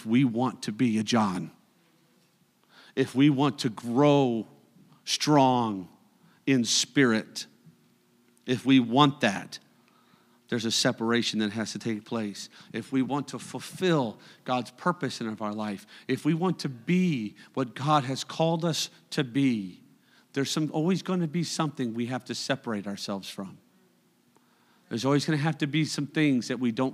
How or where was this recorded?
large echoing room